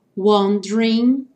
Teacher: And, sem falar o D, wondering, sem falar o E do meio nem o G do final